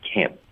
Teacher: Iam， Iam，两次的这个耶的音添加进去，整个句子就是 I can't believe how lucky Iam。没有，对这个 can 这个词呢，咱就说，自打上课以来也讲过几十遍了啊。有讲过，可是它的这个梅花音加 n 真的是比较别扭的音，需要单独练一会儿的。您刚才说一句，我注意到说是刚刚一抬上去就要停顿。啊，这个 n 的音，它的对是一旦顶上去要顿，因为我们这是一个否认的 can't，特的音省略呢，我们就只能靠一个停顿来就是代表这个特的音了